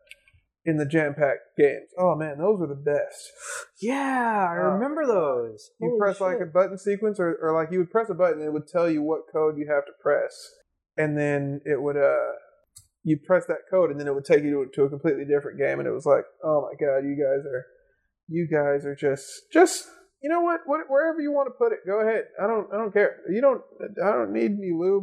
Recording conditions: poor sound quality